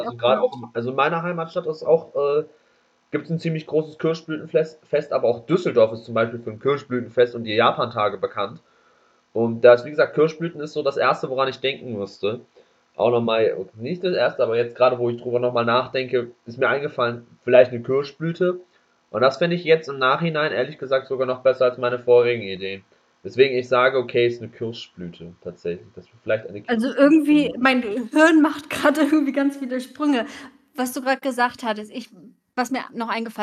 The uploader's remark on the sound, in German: Bitte entschuldigt den Ton während der Folge